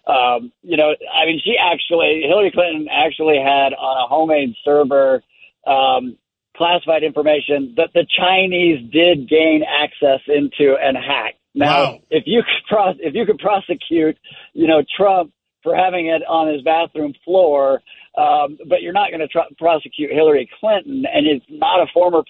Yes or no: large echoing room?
no